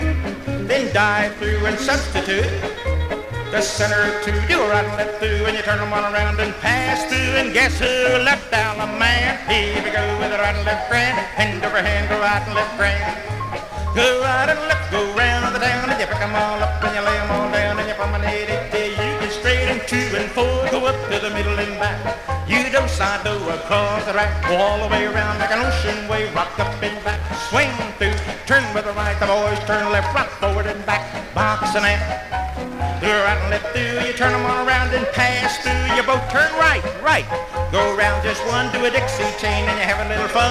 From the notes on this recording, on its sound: 1964 Blue Star Jubiliee in Houston, Texas. From the 1964 Blue Star Jubilee Square Dance held in the Sam Houston Auditorium.